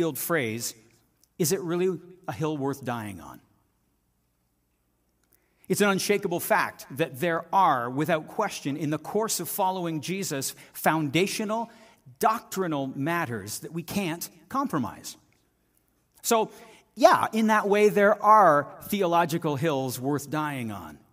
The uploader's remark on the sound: This audio is taken from the January 14, 2024 worship service at FBC Charlottetown.